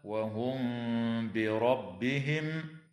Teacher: تخفى الميم الساكنة عند الباء مع الغنة